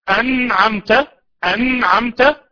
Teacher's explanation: يبقى احنا بنقول ان الاظهار بننطق النون الساكنه او التنوين نطقا واضحا ظاهرا دون غنه